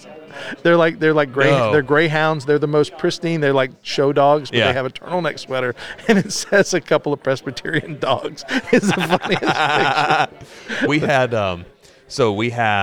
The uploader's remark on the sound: joins us from the 2023 Fight Laugh Feast Conference